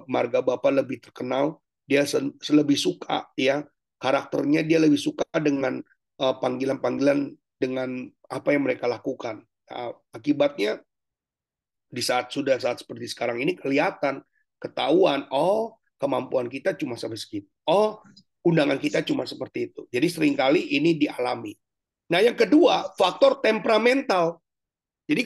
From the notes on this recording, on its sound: Zoominar.